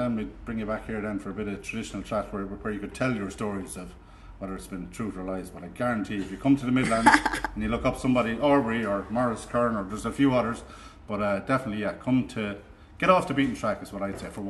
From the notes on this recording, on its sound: Live from Morrissey's Pub in Abbeyleix, County Laois.